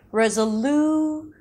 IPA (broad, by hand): rezəˈluːʃən